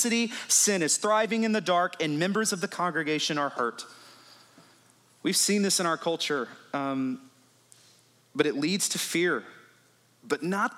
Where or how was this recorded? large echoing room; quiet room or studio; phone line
large echoing room